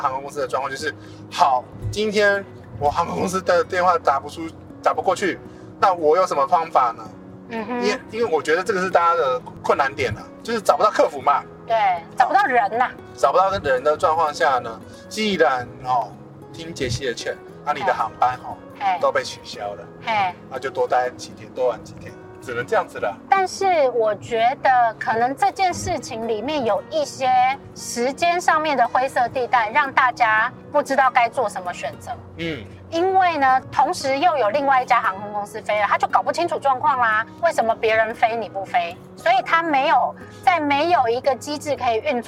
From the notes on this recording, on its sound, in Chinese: 本集因為在高速公路邊聊天邊錄音。背景噪音已經做過相對應處理，但還是沒辦法跟其他集數相比。